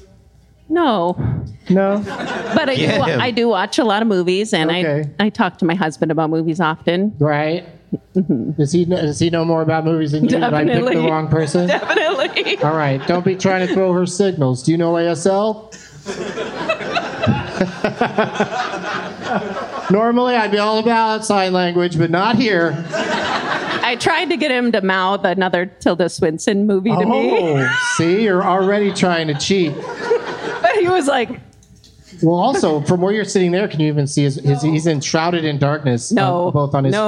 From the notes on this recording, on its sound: Live from the Helium Comedy Club in Portland